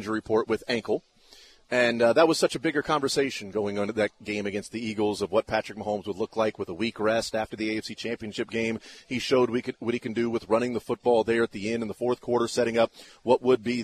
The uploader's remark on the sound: LIVE from Rally House in the Northland